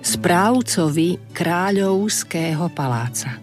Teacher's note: to V v strede slova je vždy ako U.